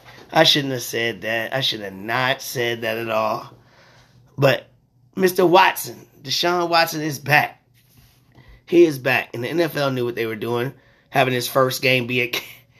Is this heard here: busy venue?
no